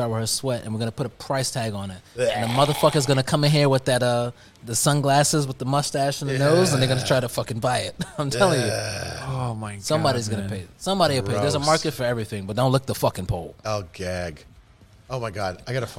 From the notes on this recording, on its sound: recorded in the back of Brooklyn’s famous heavy-metal bar Lucky 13 Saloon